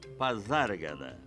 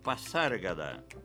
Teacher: Nem poderia ser diferente, já que o S aí é intervocálico e por isso mesmo tem o som de Z. · Shown in: first take · Na verdade, as pessoas pronunciam Pazárgada, pensando que se trata de palavra espanhola, onde o S, mesmo entre vogais, tem esse som de C cedilha.